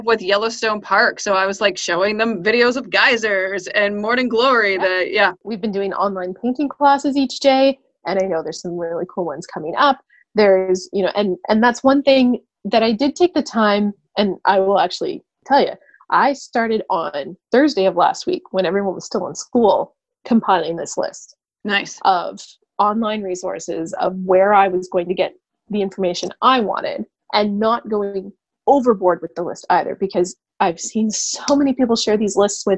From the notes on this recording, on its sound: Making the time to video chat to record this podcast episode. Recorded the weekly Pickle Planet Podcast using remote technology.